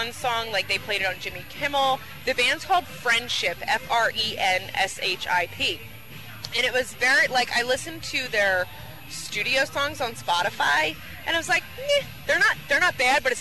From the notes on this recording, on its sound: pack up the WOND van for a field trip to the 3rd Annual Atlantic City Food Truck Festival